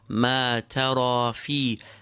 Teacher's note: كسرة of the fa extended into the ya, ما ترى في، the ما، the ra of ترى، the في، all have to have the same length, ما ترى في، okay, they are equal in length. · Term: long vowel